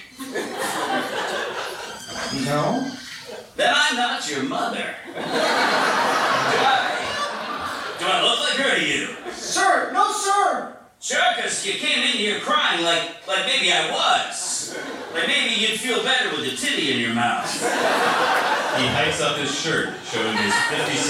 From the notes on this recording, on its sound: Live table read of C-Company (at SF Sketchfest 2017). You'll also listen to a never-before-heard live table read of C-Company (at SF Sketchfest 2017) performed by some of today's funniest comedic actors.